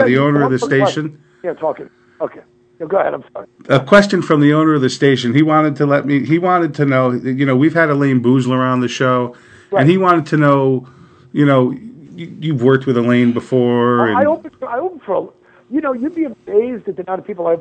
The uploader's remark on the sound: Calls to the (Let's Be Frank).